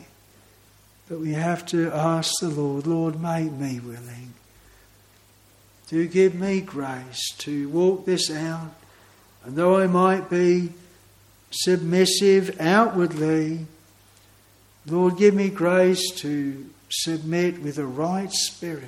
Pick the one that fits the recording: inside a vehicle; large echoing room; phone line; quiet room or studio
large echoing room